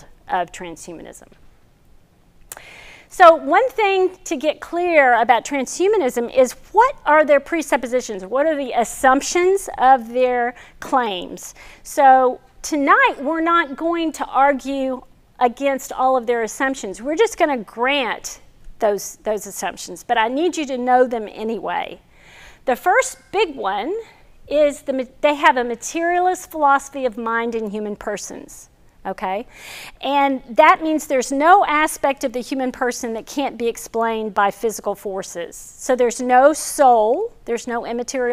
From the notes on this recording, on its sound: This video is from our 2021 Fall lecture series